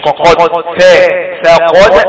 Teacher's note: القف مفخمة مفتوحة والدال مقلقلة